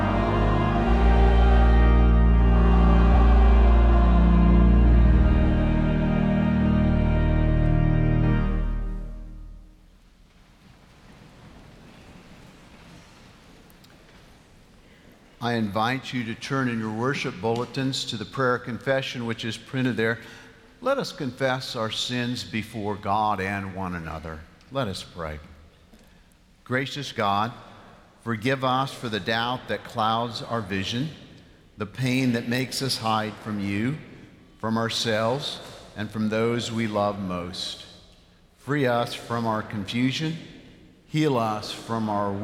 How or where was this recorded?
large echoing room